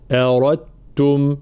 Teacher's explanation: را مفخمة بعدها التاء مشددة · Term: إدغام تام